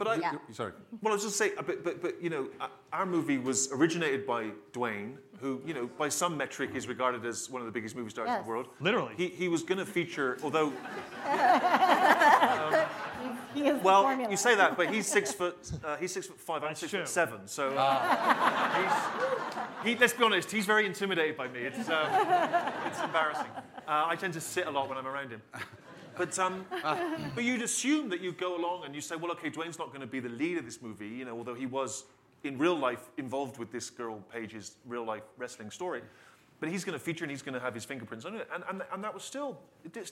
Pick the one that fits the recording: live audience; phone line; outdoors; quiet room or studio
live audience